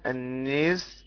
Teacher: النيس لدور أبي عمرو بالإمالة، وباقي القراء بالفتح